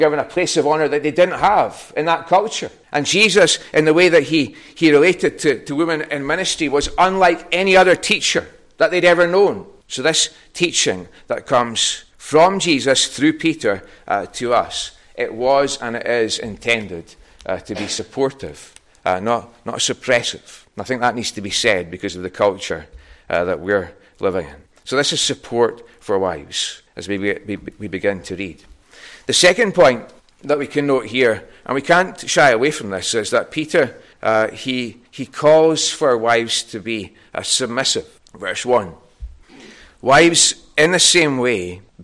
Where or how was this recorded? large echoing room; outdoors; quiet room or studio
large echoing room